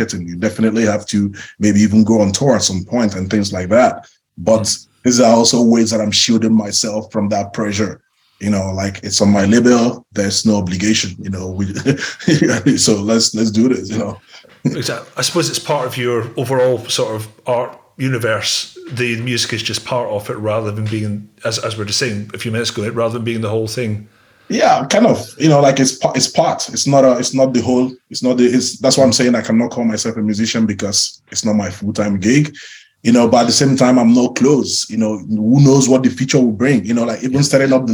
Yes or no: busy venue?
no